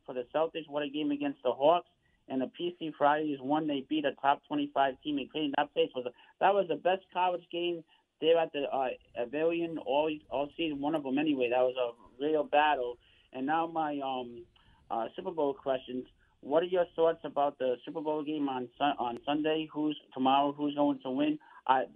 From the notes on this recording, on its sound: take your calls texts and tweets live on the air